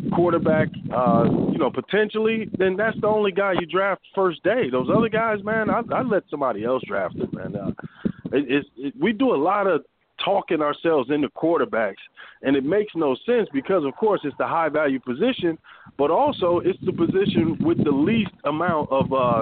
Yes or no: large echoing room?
no